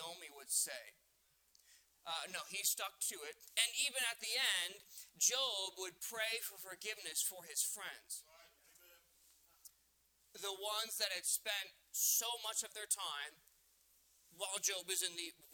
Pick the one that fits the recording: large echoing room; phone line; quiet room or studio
large echoing room